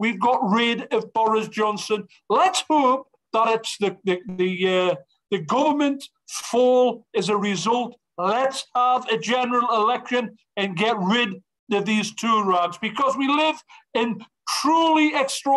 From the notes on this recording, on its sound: An Online event from the Labour Assembly Against Austerity at Arise Festival 2022.